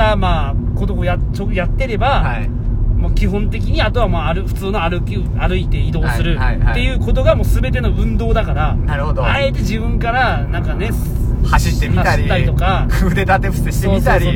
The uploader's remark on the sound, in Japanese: 取引先に向かう営業車の中で